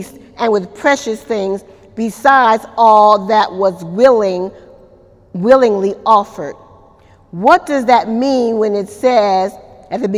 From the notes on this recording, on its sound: During Wednesday night service on July 11, 2018